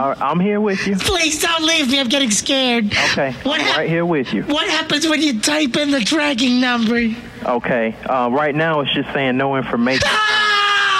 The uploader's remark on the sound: Prank Phone Calls Collection